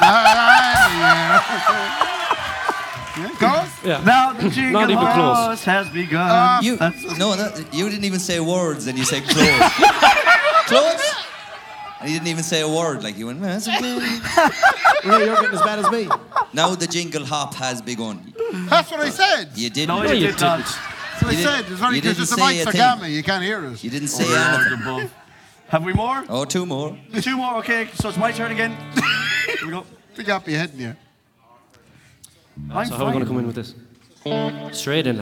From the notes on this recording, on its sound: The deluxe extravaganza Christmas live show recorded at Anderson’s Tremendous Events Centre December 2023.